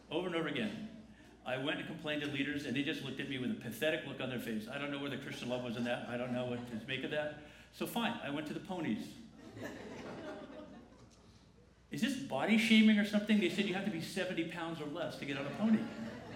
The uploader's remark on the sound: The following video and audio is a recording from the 10:45 am service.